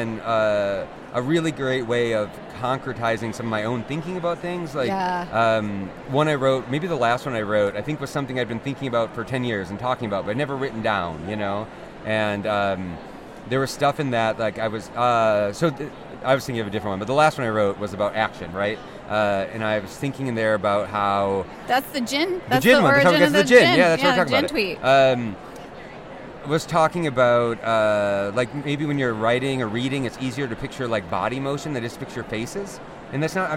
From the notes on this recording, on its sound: Live from the conference floor at AWP 2023.